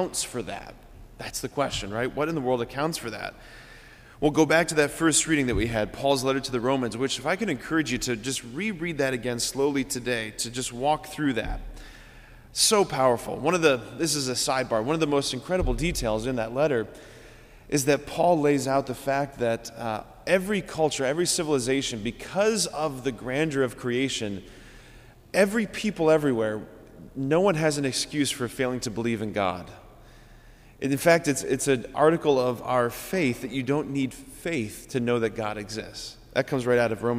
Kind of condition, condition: setting, large echoing room